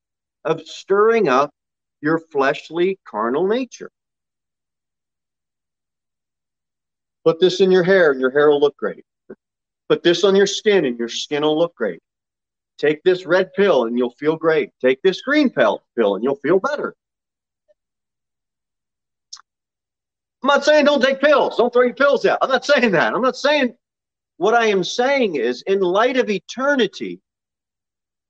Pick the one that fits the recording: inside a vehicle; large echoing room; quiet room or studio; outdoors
large echoing room